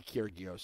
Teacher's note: There's no sound between the R and the G.